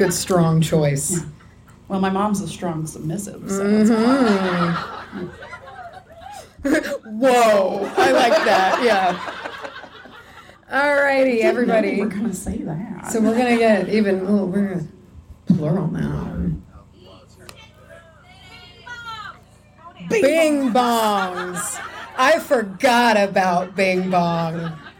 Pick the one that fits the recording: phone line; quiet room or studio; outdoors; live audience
live audience